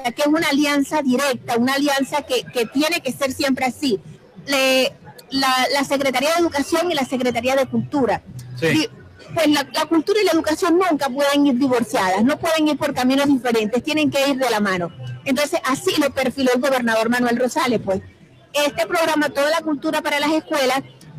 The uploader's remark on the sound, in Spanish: Especial En Vivo desde Expo Zulia 2023. Transmitimos en vivo y directo desde la exposición más grande del occidente venezolano, ExpoZulia 2023, en el hotel del lago.